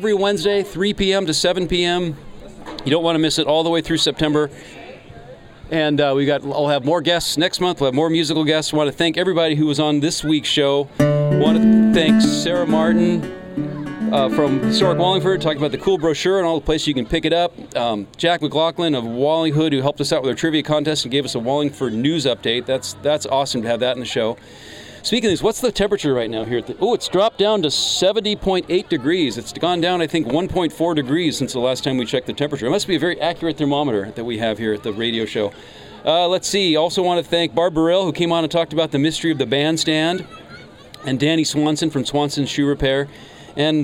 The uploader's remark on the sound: Was broadcast LIVE on SPACE 101.1 FM. The Wallingford Local airs LIVE from the Wallingford Farmer's Market.